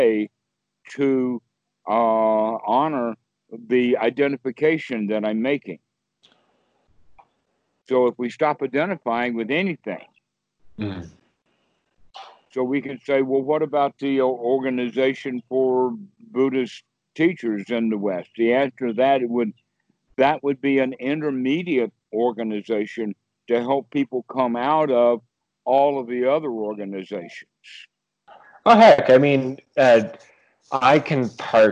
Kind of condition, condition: link, video call